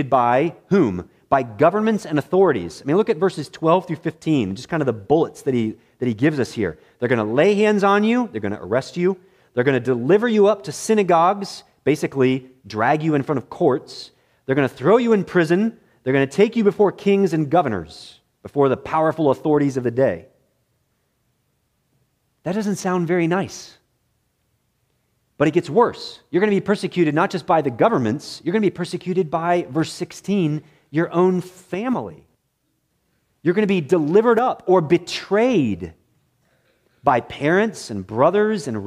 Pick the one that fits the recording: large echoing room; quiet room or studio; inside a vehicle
large echoing room